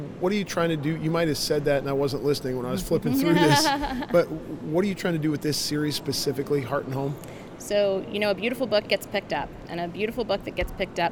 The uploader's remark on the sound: LIVE from CPE 2022!